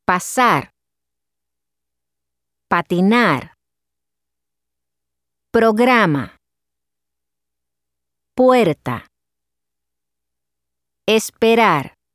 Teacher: Spanish p and t are not aspirated as they are in English.